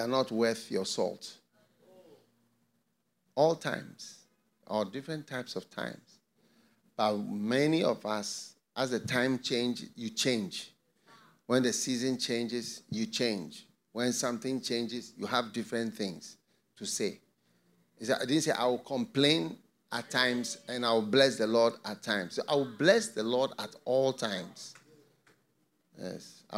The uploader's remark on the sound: Preached at the FLOW Church Service.